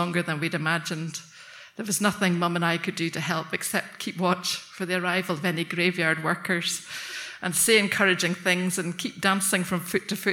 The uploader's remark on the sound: Tenx9 was back in Bangor. Tenx9 is a live storytelling event.